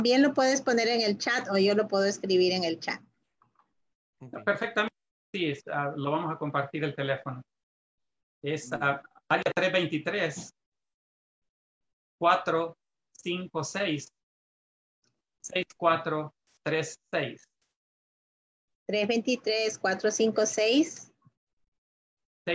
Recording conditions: video call